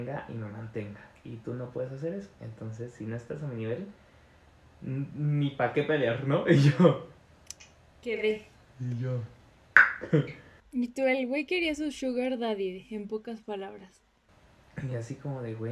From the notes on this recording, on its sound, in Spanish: este episodio tuvo sus dificultades técnicas de audio porque fue nuestro primer intento grabando y stremeando vía twitch